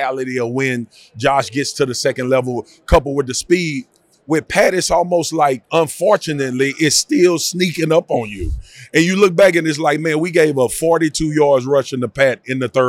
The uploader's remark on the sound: from Radio Row